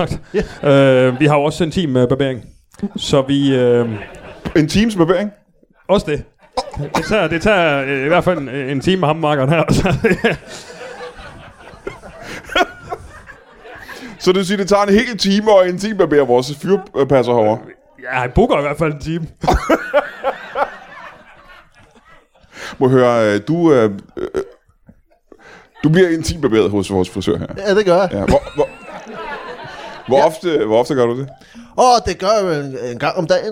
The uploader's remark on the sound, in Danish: LIVE fra Kalundborg.